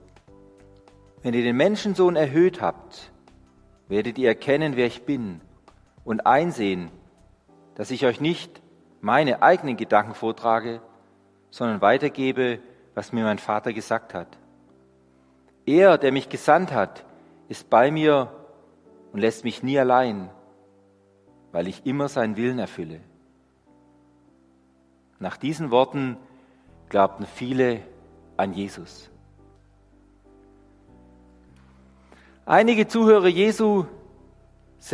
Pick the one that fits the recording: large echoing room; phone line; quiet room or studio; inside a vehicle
large echoing room